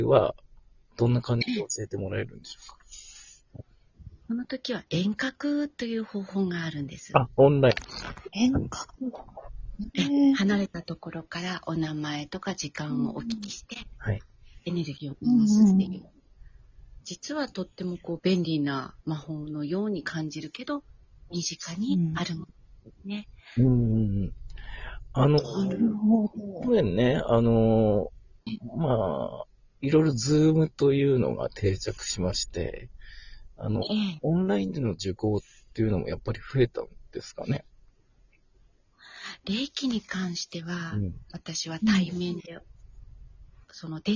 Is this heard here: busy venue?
no